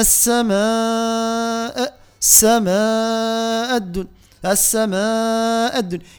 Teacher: ثم السماء عندنا مد بأربع حركات مضاعفة المد الطبيعي